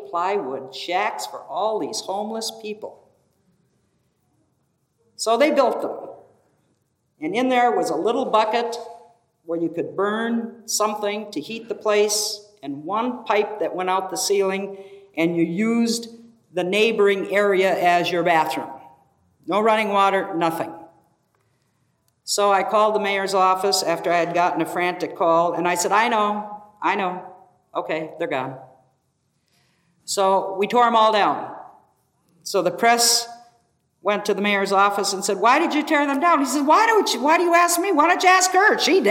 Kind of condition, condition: setting, live audience